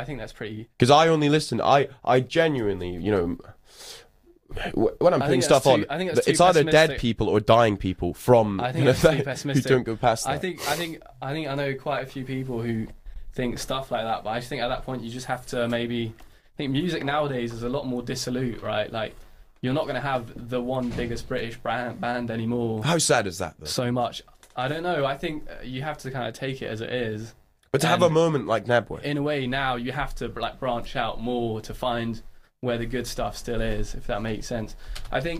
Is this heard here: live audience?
no